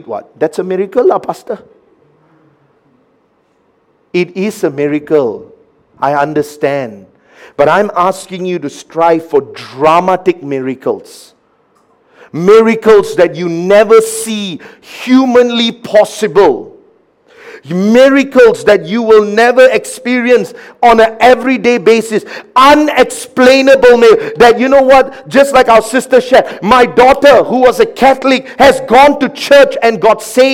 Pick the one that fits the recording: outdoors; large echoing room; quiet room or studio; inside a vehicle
large echoing room